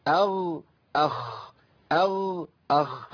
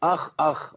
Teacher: والغين والخاء بينهم صفه واحده فقط، الغين لا نفس فيها والخاء يجري فيها النفس · Shown in: first take